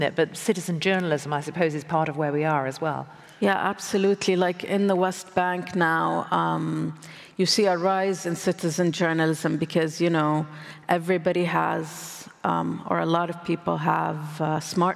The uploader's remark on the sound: recorded at the 2023 Oslo Freedom Forum